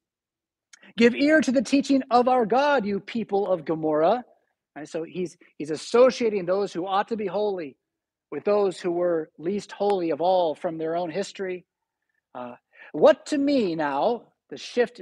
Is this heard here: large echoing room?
yes